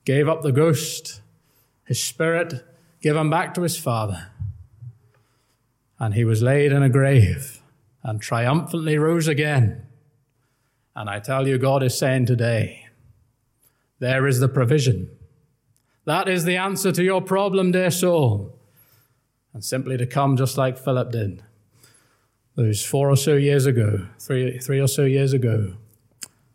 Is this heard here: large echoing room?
yes